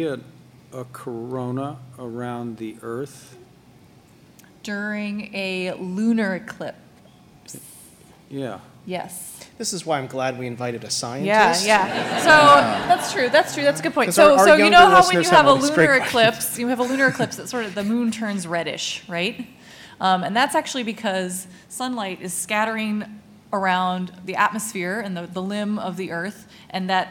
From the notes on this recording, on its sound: At the event: Some curious kids in the audience who had some questions of their own.